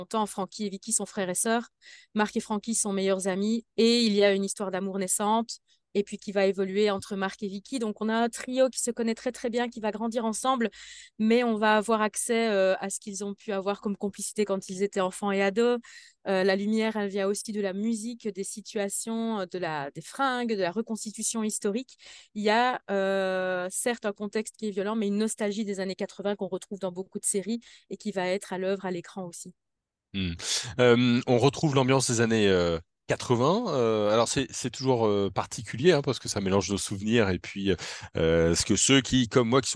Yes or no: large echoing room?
no